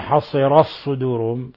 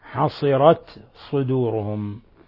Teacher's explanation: ونلاحظ هنا ملاحظة أنه يعني حتى نتجنب إضغام التاء في الصاد فلا نقرأ حصر صدورهم، فلا بد من بيان الهمس في التاء · Shown in: second take